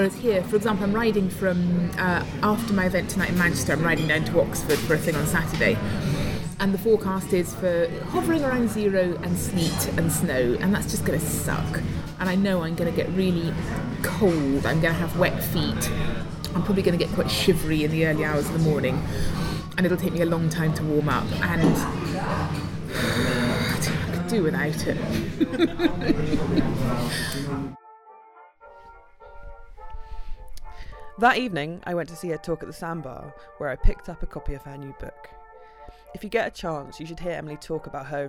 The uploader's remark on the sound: I took her for lunch - excuse the background noise -.